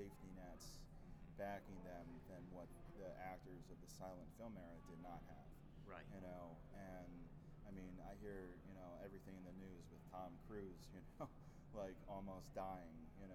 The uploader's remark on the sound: Live From Grossfest